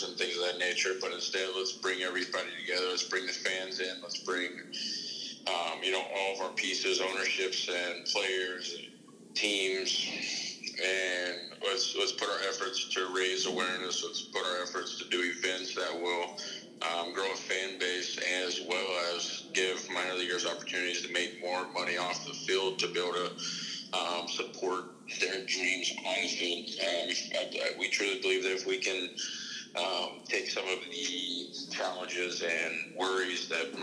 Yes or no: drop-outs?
no